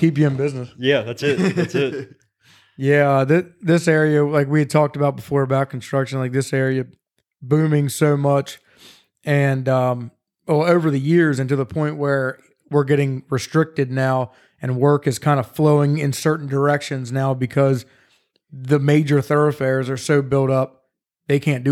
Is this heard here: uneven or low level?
no